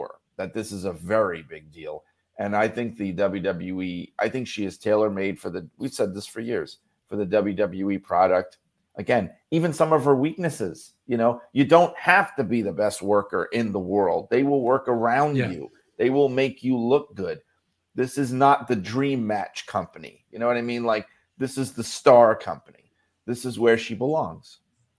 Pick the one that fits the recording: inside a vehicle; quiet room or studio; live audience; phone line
quiet room or studio